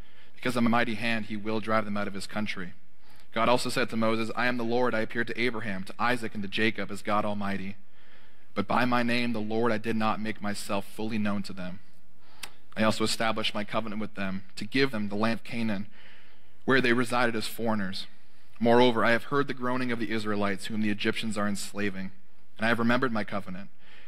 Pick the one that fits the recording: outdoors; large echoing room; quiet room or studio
large echoing room